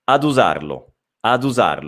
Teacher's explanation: In velocità diventa ad usarlo, ad usarlo, è come se si unissero le due parole, ok? Ad usarlo come se fosse un'unica, un'unica parola, va bene?